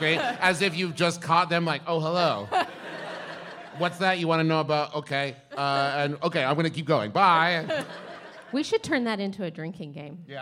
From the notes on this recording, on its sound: recorded LIVE at Sketchfest 2018!